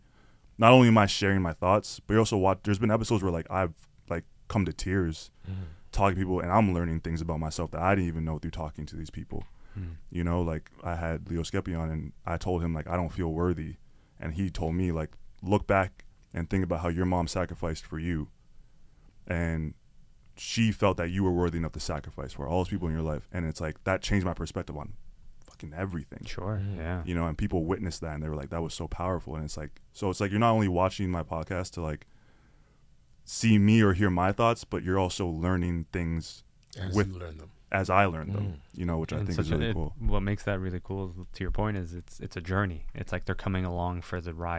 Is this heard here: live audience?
no